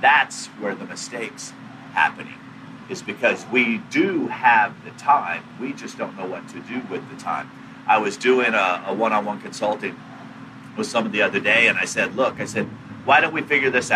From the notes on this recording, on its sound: live from the backstage